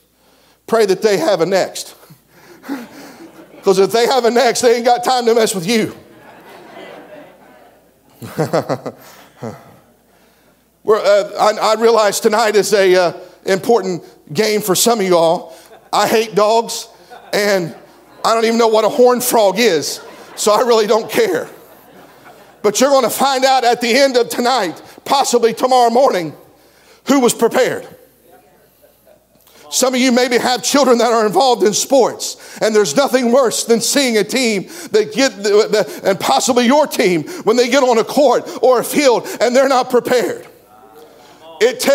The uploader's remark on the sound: This message comes from the Camp Meeting in Seffner, FL